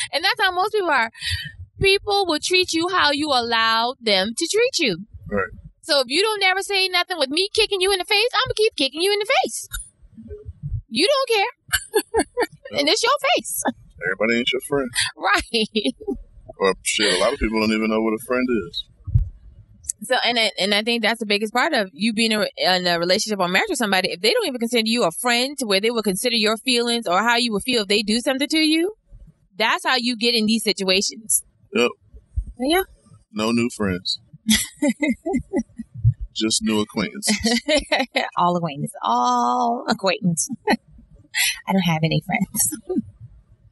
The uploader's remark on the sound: In the car through the rain going back to Atlanta.